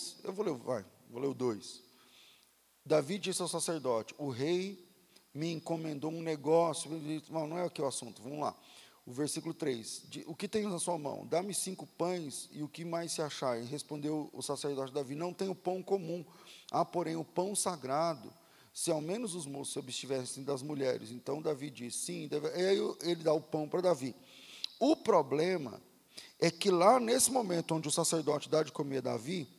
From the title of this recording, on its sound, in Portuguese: Culto ao vivo